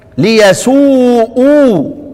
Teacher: يقرؤون بضم الهمز وبالمد